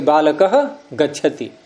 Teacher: इधर आ रहा है विसर्ग, तो विसर्ग के बाद इन वर्णों को बोलना ये भी कठिन है, जैसे बालक गच्छति। अब इधर तो बोला हमने विसर्ग, महाप्राण एकदम निकला मुख से, उधर गच्छति में ग बोल रहे हैं अल्प प्राण का, एकदम ट्रैक चेंज करना पड़ेगा नहीं, तो वहां क्या व्यवस्था कर दी कि विसर्ग नहीं बोलना है आपको, उसको भी स्वर बना दिया बालको गच्छति।